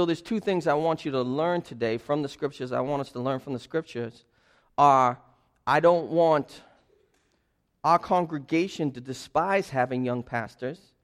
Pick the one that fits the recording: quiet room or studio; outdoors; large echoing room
large echoing room